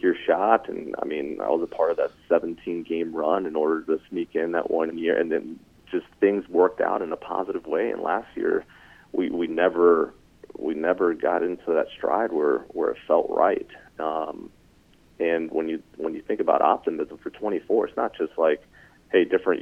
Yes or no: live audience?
no